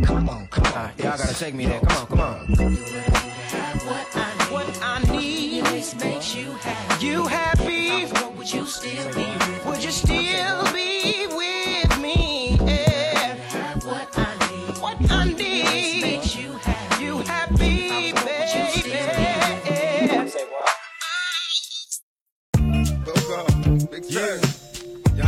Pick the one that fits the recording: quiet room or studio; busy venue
busy venue